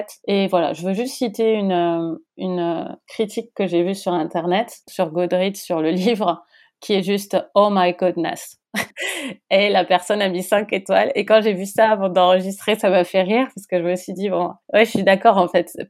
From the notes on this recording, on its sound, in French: Nous avons enfin enregistré ensemble… mais à distance.